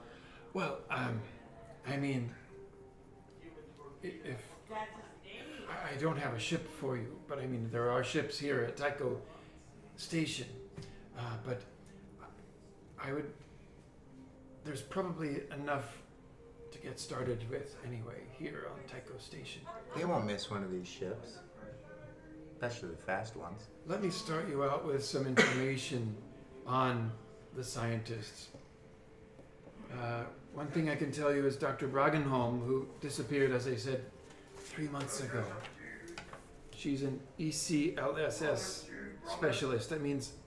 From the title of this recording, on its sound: Live from CondoCon